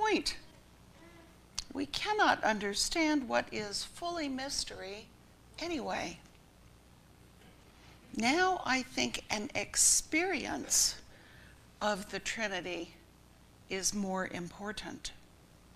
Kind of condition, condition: setting, large echoing room